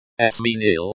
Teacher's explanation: Sminil, stress on the second syllable